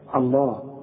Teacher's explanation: إنما اللفظ الجلالة، اللام بتاعة اللفظ الجلالة تفخم